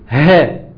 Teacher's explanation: تقول ها من نفس المخرج اللي هو على الحنجره نفسها · Term: حرف الهاء